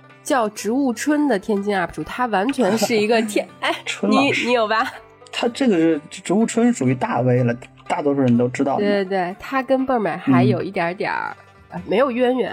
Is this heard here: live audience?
no